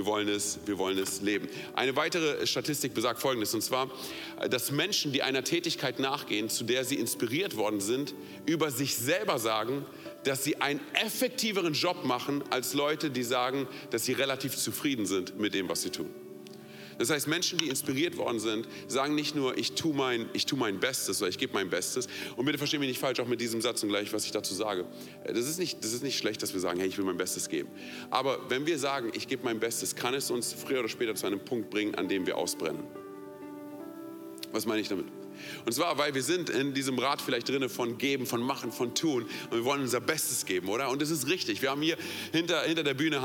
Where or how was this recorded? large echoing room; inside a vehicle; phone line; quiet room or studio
large echoing room